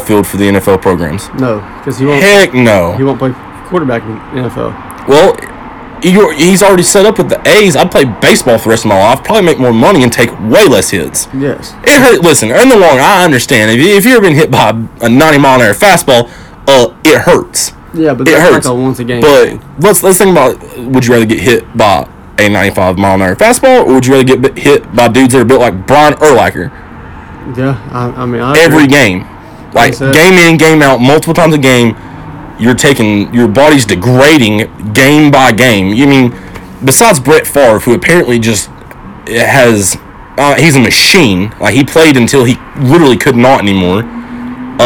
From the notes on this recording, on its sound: Audio might be a tad off, but just bear with us as this was our test run.